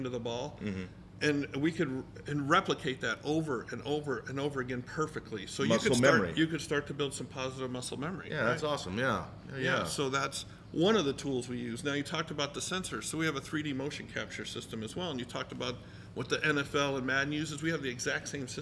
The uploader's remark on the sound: Live from Robo Golf Pro in Las Vegas